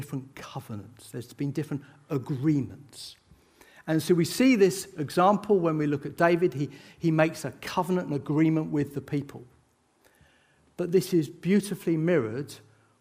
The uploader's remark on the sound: This sermon was recorded on Sunday 9th July 2023 at our Putnoe venue.